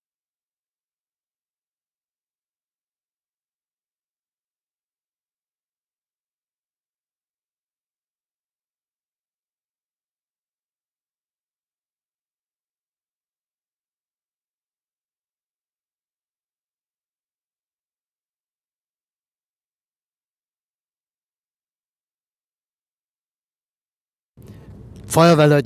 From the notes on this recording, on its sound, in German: Und wenn ich mit meinem Aufnahmegerät am Straßenrand im Auto sitze, wenn ich während der Autofahrt aufnehme oder sonst irgendwie, dann ist die Aufnahmequalität etwas gemindert. Manchmal kannst du hier auch eine Rede mithören.